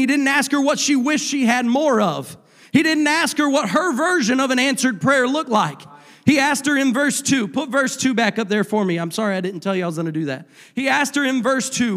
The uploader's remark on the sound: a service recording from Connect Point UPC